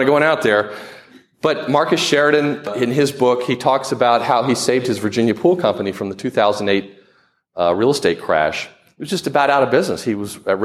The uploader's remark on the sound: presenting the audio from a presentation I made recently to the American Marketing Association Triangle Chapter in Raleigh North Carolina